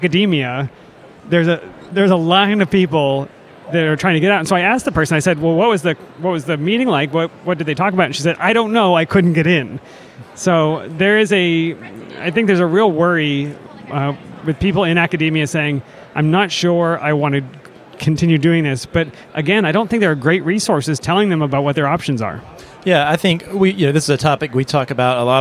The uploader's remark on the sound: Society for Neuroscience 2023 – LIVE! We chatted with students, postdocs, and faculty. We recorded this special update from the hall of posters and vendors.